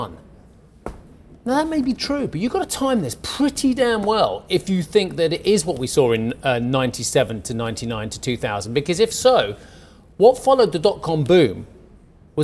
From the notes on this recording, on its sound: We are live in Vienna at the Opec seminar